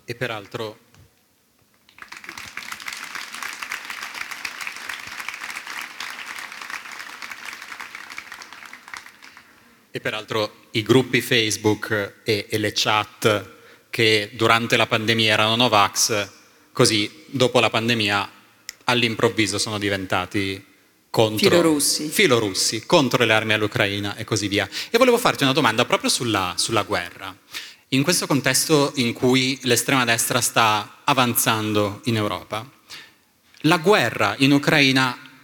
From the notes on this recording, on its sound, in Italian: In una puntata speciale live registrata al Talk del Post a Faenza. In una puntata speciale live registrata al Talk del Post a Faenza.